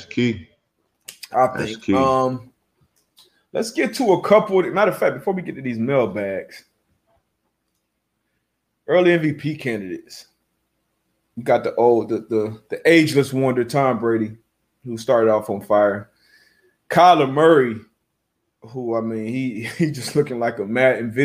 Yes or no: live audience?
no